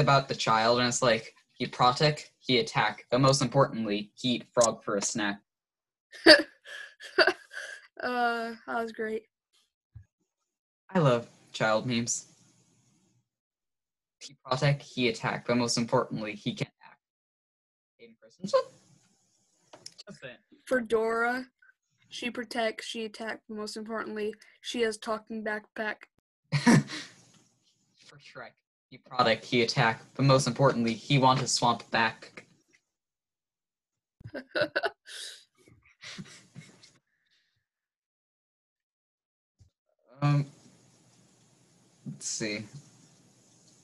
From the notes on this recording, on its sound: Here's a glimpse inside another Business Meeting over ZOOM.